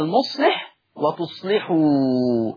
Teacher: ان اللام مكسورة ومسبوقة بصاد ساكنة، يبقى حكم اللام الترقيق. طالما انها فقدت الشرط بقت اللام مكسورة، يبقى حكم اللام الترقيق كحفص.